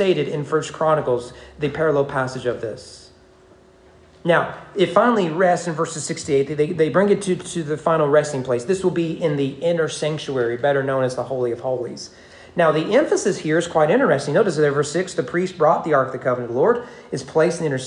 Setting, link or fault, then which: setting, large echoing room